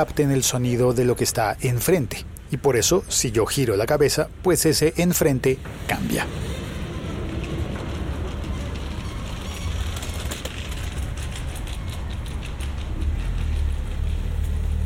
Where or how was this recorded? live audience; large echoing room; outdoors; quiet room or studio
outdoors